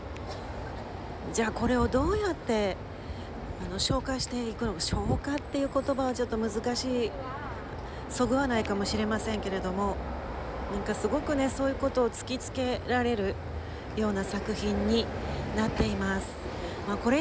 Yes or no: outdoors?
yes